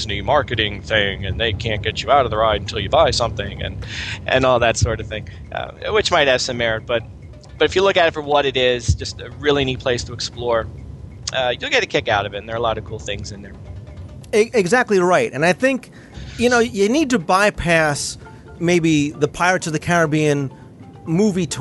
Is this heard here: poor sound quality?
no